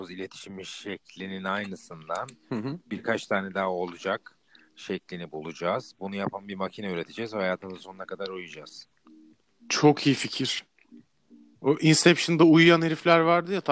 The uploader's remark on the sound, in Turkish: Ani Telefon Görüşmeleri.